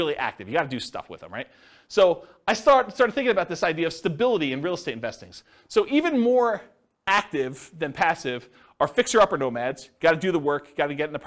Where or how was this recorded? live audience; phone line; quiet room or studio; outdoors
live audience